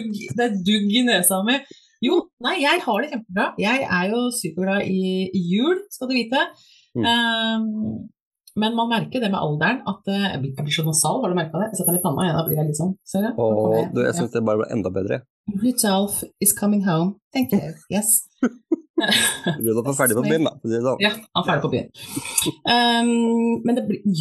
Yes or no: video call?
yes